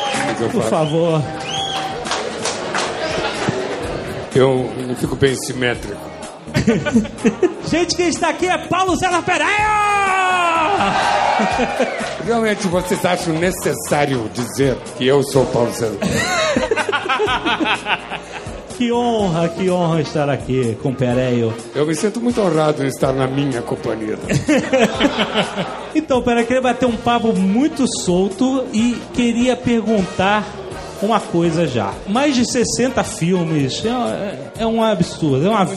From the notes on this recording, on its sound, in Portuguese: AO VIVO no Festival Youpix 2011!